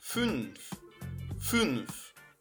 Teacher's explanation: Note que aqui é feito o U umlaut, ou seja, aquele U que você faz um biquinho e fala um I.